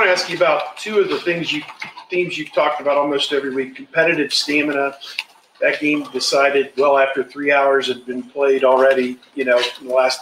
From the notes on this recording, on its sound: Press conference.